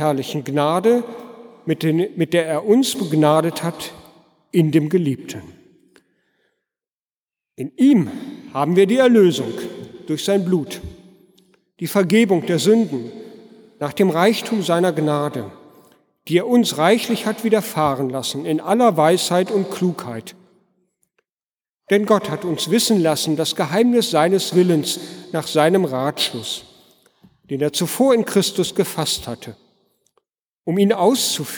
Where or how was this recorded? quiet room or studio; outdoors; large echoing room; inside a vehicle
large echoing room